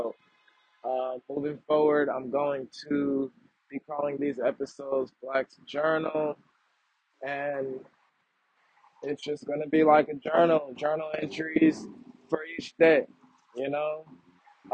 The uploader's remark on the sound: Audio is shakey… still working on that.